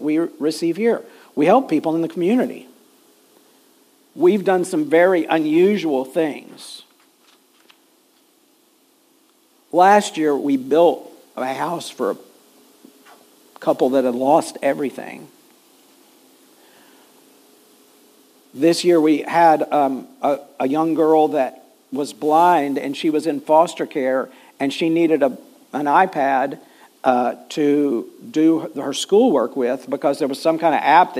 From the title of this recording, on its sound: Full Sunday Service December 3, 2023